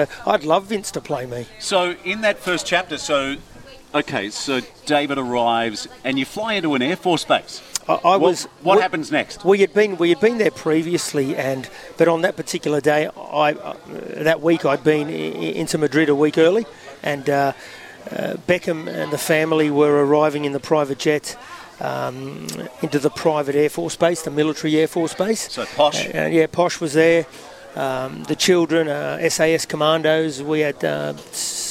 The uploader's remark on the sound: Live from Tuggerah at the soccer 5's. A special guest or 2 live on site.